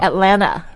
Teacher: Like there almost is no T.